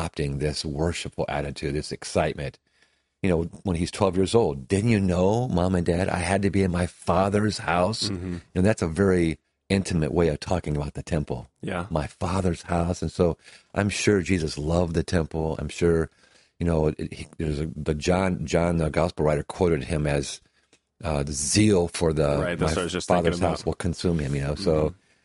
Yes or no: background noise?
no